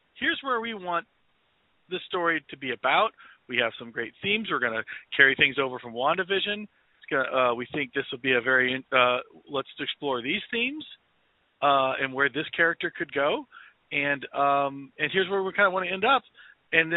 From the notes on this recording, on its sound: They couldn't wait to get to their respective studios, so eavesdrop on this phone call ( phone call!).